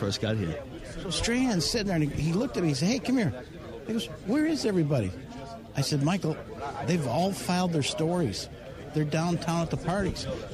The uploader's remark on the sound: Live From Super Bowl Radio Row